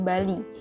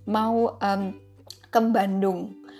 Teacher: orang Jawa punya kebiasaan menambahkan bunyi-bunyi nasal di depan huruf J, B, dan G · Term: medok